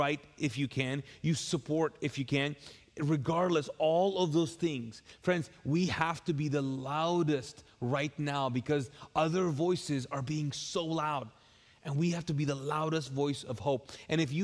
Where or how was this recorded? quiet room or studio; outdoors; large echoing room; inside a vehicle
large echoing room